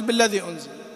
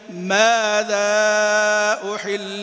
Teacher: والتعجبية يكون فيها الصوت أعلى بعض الشيء من الموصولة وبقية الماءات · Shown in: second take